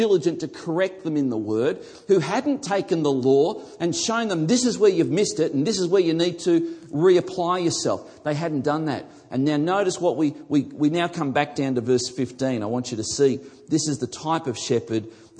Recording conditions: live audience